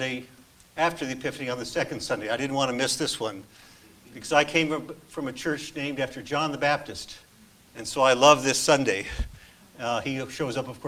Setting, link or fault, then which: setting, large echoing room